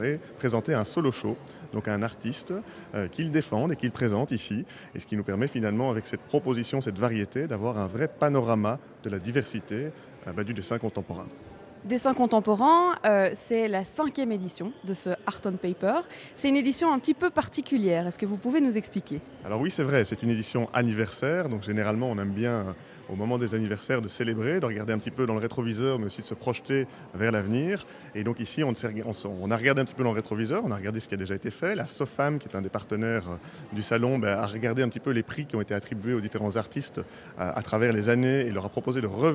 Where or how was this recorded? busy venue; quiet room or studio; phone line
busy venue